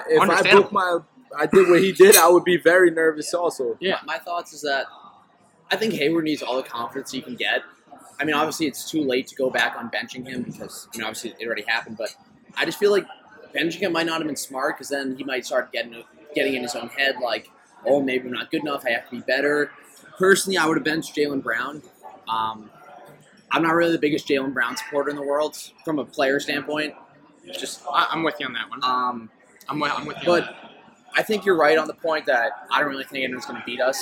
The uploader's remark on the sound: The boys travel to The Palm Restaurant in Boston